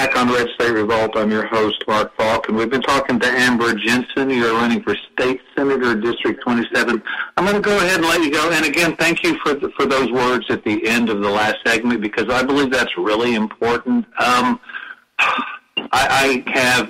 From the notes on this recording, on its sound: Open Mic Show with callers